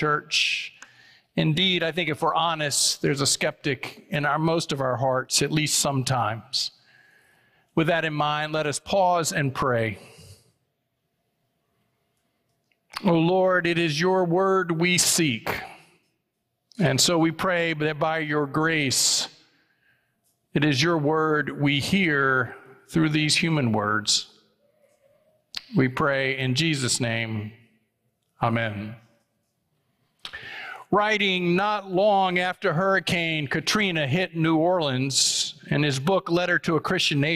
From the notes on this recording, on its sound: It was preached on October 8, 2023 at First Presbyterian Church of Allentown.